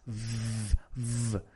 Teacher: So, yeah, super easy, I think, but the main thing to remember is the pronunciation of the V, of course, at the beginning, so it's not B, no. The V in English is labio dental, entonces it's V.